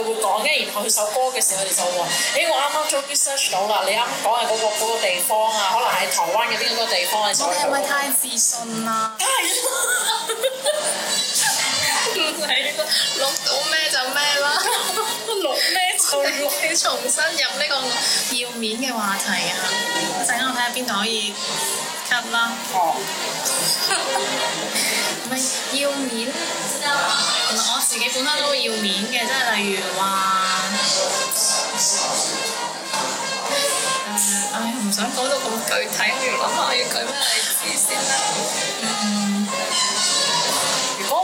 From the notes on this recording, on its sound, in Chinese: 这次在外面录制很吵